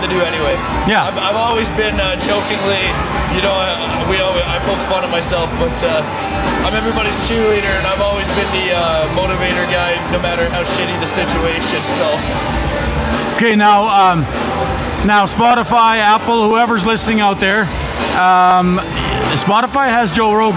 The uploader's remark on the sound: Hive Nation Live at the Calgary Stampede. Live at The 7th Annual NCSG & Blackfish Enterprises Networking Event at The 2023 Calgary Stampede.